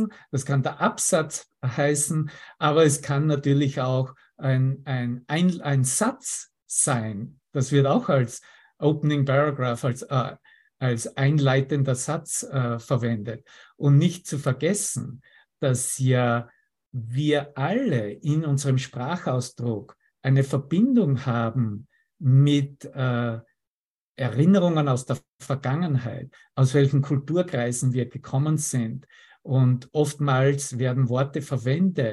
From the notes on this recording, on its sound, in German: Zoom-Session. Veranstaltet von der Aleph Akademie.